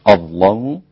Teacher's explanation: تغليظ اللام عند ورش